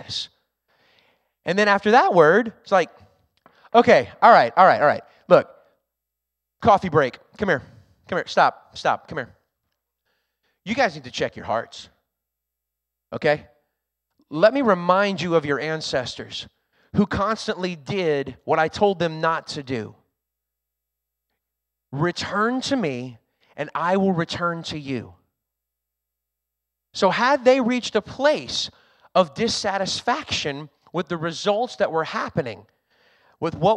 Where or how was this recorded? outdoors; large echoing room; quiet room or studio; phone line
large echoing room